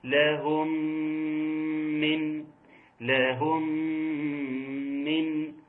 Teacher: ادغام متماثلين صغير كامل بغنه